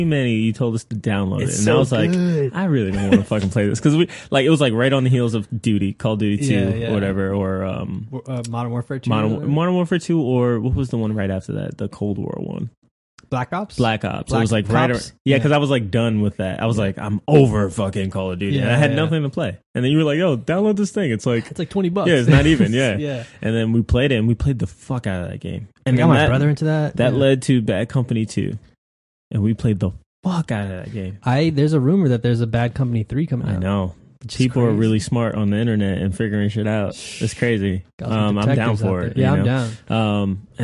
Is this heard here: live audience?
no